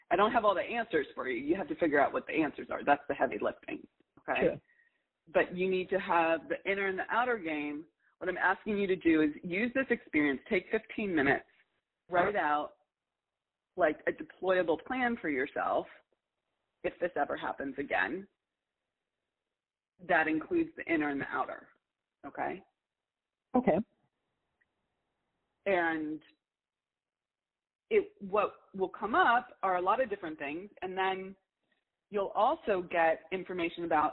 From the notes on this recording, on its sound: All of these coaching calls have been recorded with permission from my clients. Please be aware that these are not studio recordings, and the sound quality may vary. We’ve even combined two of her calls back to back.